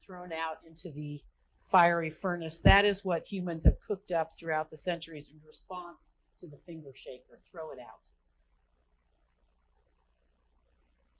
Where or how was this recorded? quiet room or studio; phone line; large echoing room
large echoing room